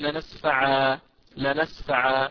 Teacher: أما إذا وقفت على نسفعا هذه طبعا هي رسمت بالتنوين، إذا أقول لنسفعا، لنسفعا، وهكذا. طبعا يوقف عليها بالالف تمد بقدر حركتين، اذا تنوين العوض هذا يلحق يلحق بمد او مد العوض هذا يلحق بالمد الطبيعي الاصلي لانه يمد بمقدار حركتين اثنتين لا اكثر.